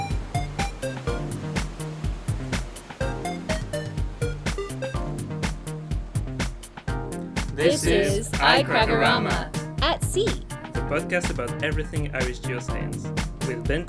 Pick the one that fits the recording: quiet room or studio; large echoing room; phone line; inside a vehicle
inside a vehicle